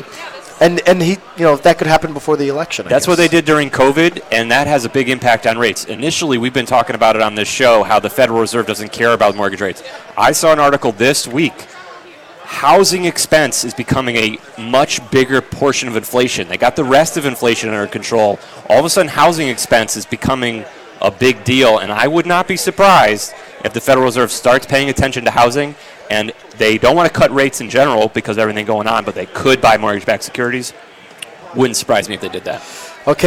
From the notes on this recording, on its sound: LIVE from the 43rd Annual Home & Garden Show! Live from the 43rd Annual Home & Garden Show at Mohegan Sun!